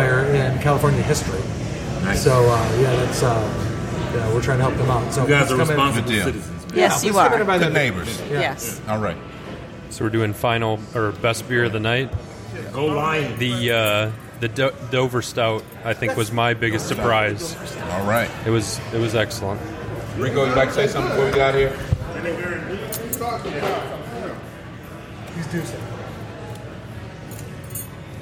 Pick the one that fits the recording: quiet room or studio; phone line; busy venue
busy venue